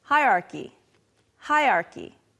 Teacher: However, most people say something like this, hierarchy, hierarchy. Sometimes the R kind of disappears